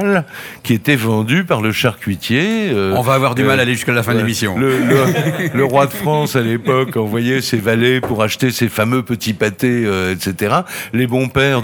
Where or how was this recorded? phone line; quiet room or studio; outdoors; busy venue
busy venue